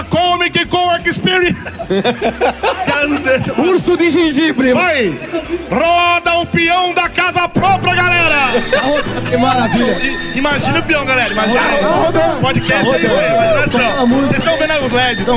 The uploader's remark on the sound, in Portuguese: Nesse episódio especial gravado durante a Comic Con Experience 2017, em São Paulo